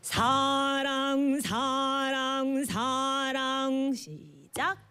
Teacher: the very first 사 should be stronger